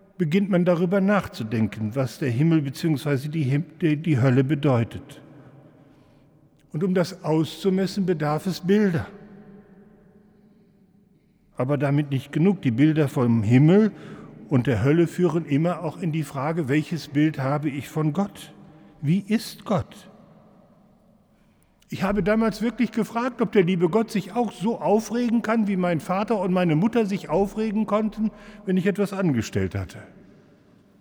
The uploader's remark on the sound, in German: im Hildesheimer Dom